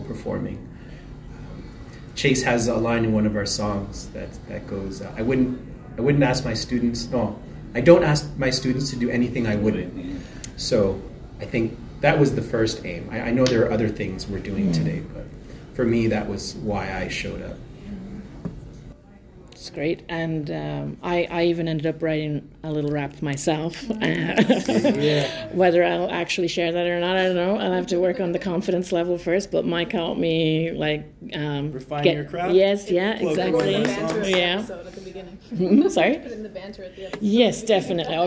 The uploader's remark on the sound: RFTLOI Conference - Toronto 2023. At the Reading For The Love Of It conference in Toronto.